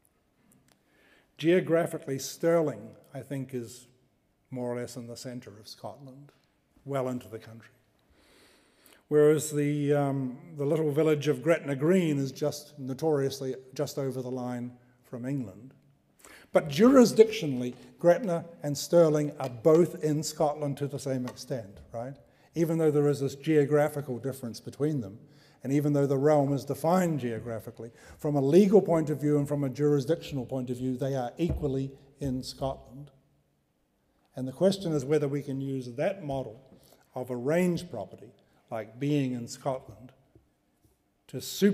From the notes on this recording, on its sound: Delivers the third in the 2015 Gifford Lecture series. Recorded on 29 January 2015 at the University of Edinburgh's Playfair Library.